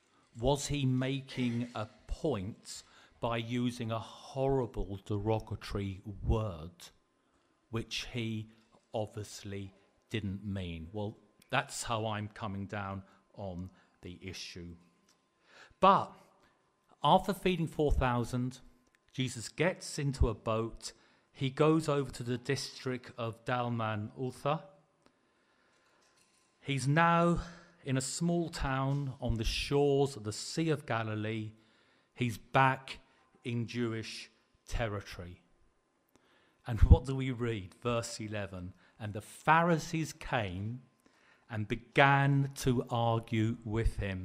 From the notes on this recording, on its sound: Preached at the LCC Sunday Service